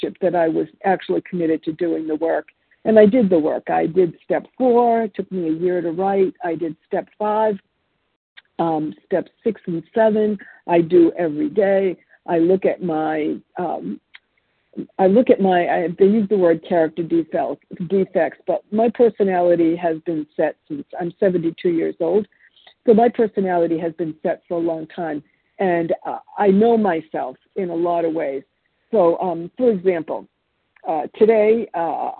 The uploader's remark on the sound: from the 100 Pounders Phone Meeting, 10/23/23